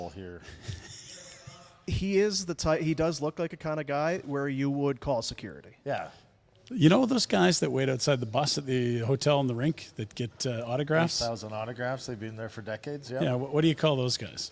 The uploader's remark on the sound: Live from Tower Chrysler